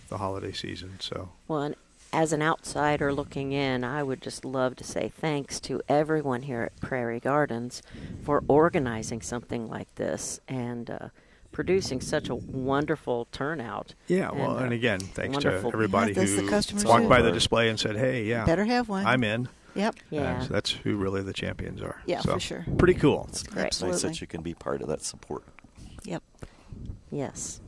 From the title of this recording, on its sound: Live from Prairie Gardens